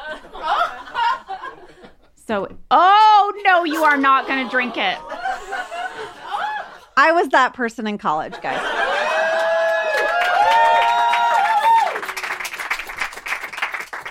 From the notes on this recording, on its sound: The ladies answer fan mail from the Los Angeles SiriusXM Garage in front of a special audience. The ladies celebrate doing their first live show for the podcast.